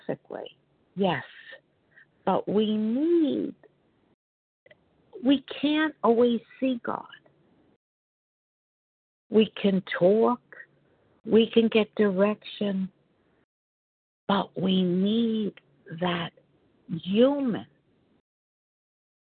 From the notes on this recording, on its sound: 100 Pounders Phone Meeting